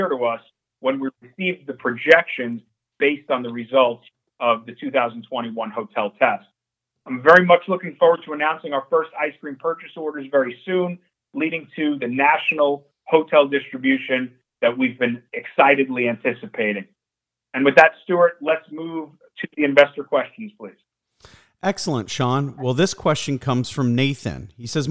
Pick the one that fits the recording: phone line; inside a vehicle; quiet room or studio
phone line